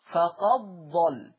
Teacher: الدال الساكنة تضغم في الضاد · Term: إدغام